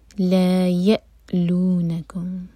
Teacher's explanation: یا حمزہ پر cut off sound لیکن جھٹکا نہ ہو